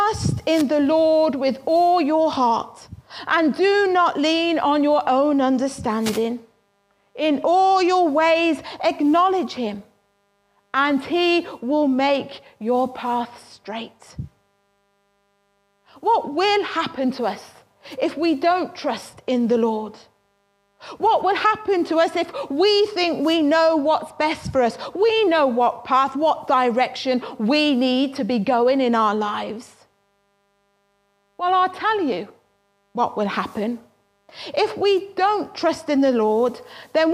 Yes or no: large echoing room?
yes